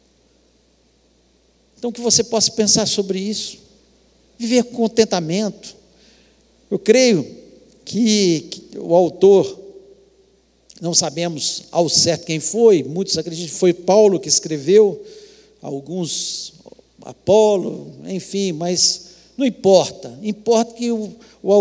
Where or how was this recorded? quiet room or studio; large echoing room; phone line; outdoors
large echoing room